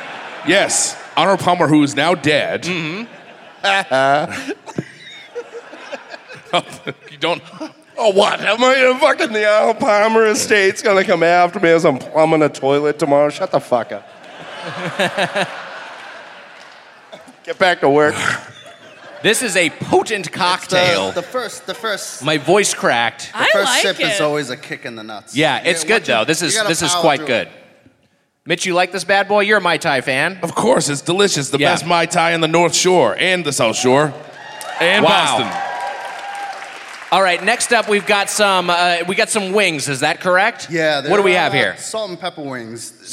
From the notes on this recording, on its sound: Recorded live at The Wilbur.